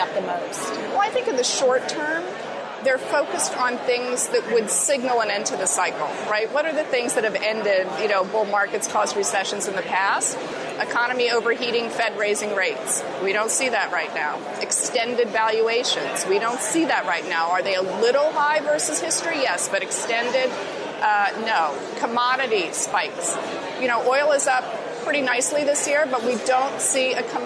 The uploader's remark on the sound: On the Air from the Milken Global Conference in Los Angeles